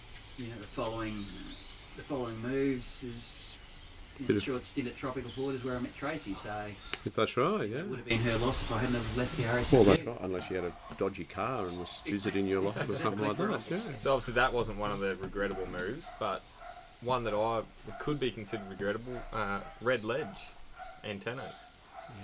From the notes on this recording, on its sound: This episode features some very ordinary audio quality. Audio quality may sound poor, it is recommended to listen through headphones.